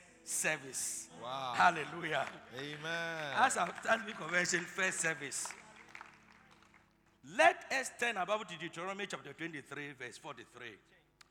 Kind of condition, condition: setting, large echoing room